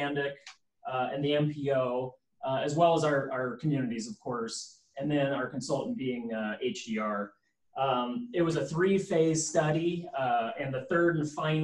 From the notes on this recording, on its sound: Zoom meeting